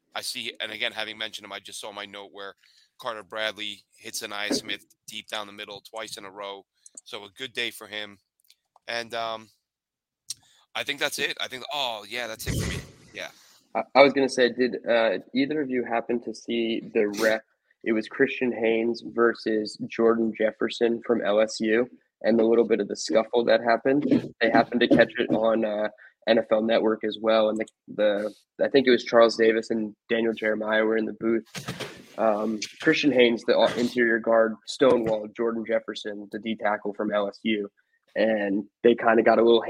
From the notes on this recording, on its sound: We had some audio issues on this episode